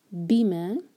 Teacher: یہ دو سلیبل والا ورڈ ہے تو بی پر زور دیا جائے گا